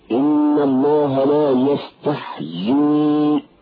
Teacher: فالتمكين هو أن تخلص الياء المتحركة من الياء المعتلة · Term: مد تمكين